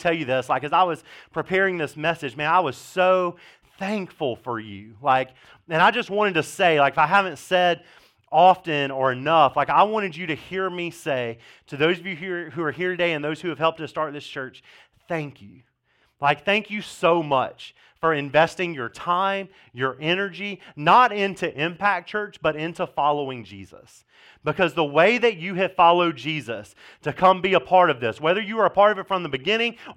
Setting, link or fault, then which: setting, large echoing room